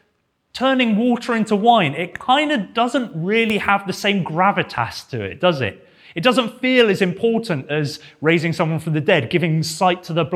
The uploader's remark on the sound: This sermon was preached at Welcome Baptist Church on Sunday 25th September 2022.